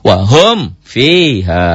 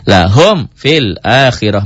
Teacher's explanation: Mim mati ketemu fa, idhar syafawi. Idhar yang sangat.